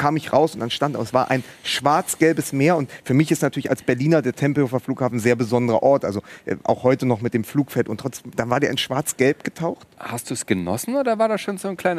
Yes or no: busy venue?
yes